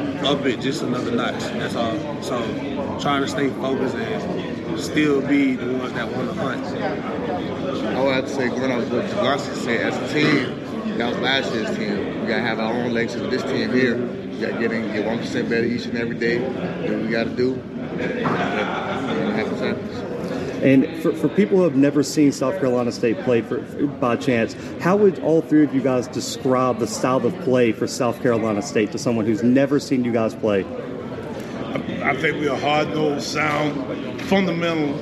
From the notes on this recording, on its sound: The Bluebloods are live from MEAC Media Day in Norfolk, VA.